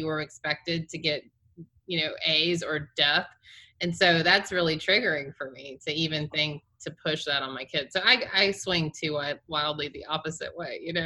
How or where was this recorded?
video call